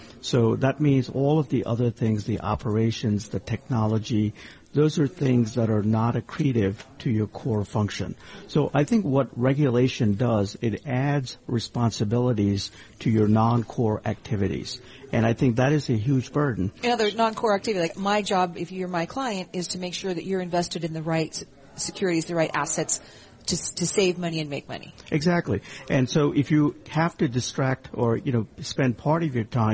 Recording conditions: busy venue